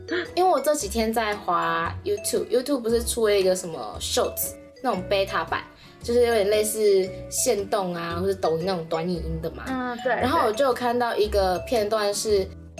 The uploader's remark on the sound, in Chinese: 這次分別錄製節目單元時，因為麥克風有點怪怪的，後面碰上大雨，在家隔音效果不佳(有降噪了)，所以這次的音質不太好。